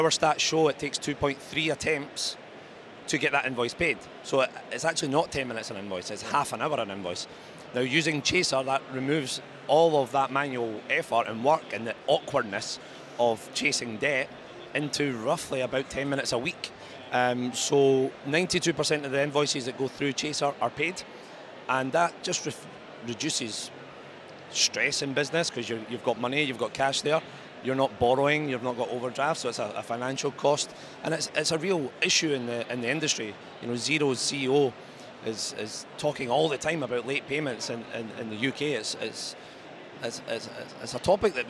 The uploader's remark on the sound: Event Special - Accountex 2023 Live Interviews